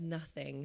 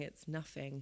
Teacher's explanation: So TH becomes a F sound. · Shown in: second take